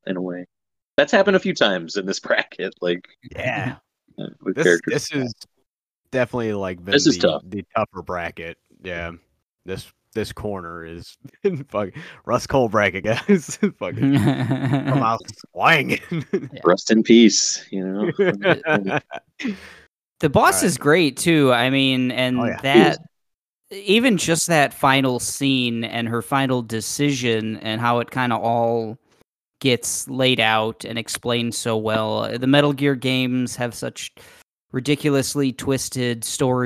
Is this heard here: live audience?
no